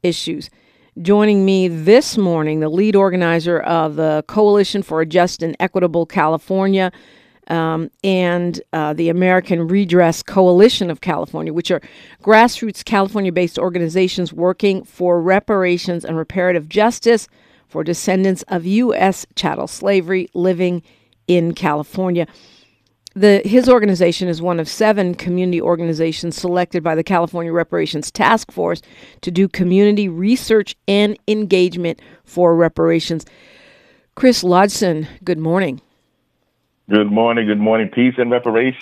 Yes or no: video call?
no